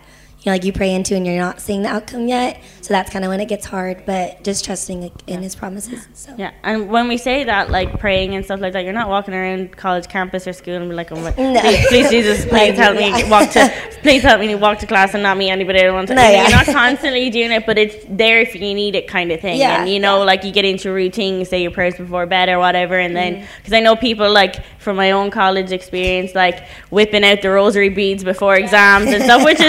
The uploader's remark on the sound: Live from ReConnect Young Adult Night. Alive Church TV.